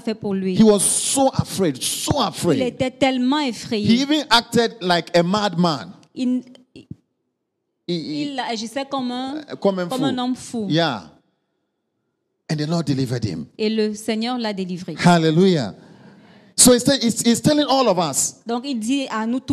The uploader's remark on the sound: Preached during Joyful Hour Sunday Service